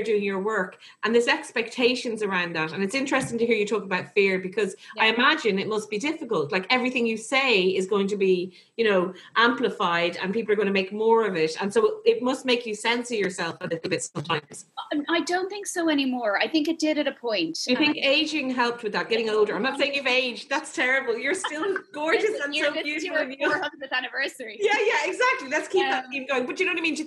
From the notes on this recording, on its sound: came for the Zoom chats last Saturday night